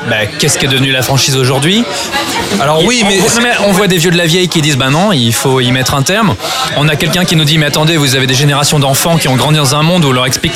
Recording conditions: busy venue